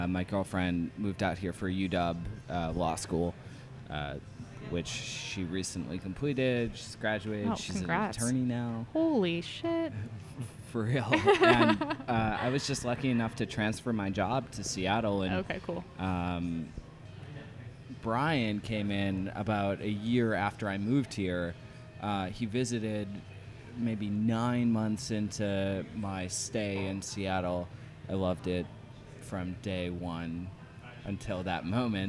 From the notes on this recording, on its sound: This episode is recorded in the Belgain beer bar, The Stumbling Monk.